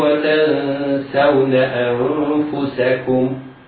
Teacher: إخفاء النون الساكنة في لفظ تنسون لوقوع السين بعدها في كلمة واحدة